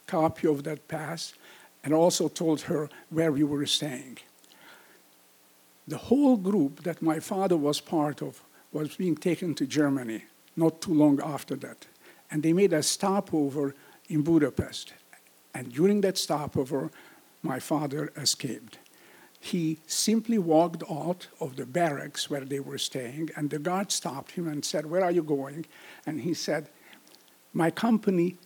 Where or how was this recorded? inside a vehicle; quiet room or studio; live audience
live audience